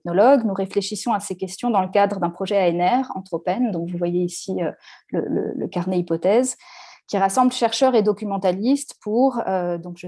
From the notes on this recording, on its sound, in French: Enregistré sur Zoom le 4 février 2021